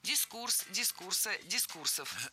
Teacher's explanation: Ударение в этом слове всегда ставим на второй слог. И при склонении ударение не меняем.